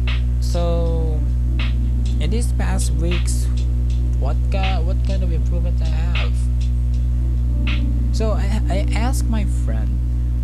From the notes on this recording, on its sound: I’m very sorry for the background I don’t know how to fix it yet.